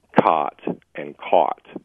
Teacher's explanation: up in northwestern Wisconsin, we have a merger of those two sounds, but in southeastern Wisconsin, we've got caught moving or becoming more similar to cat.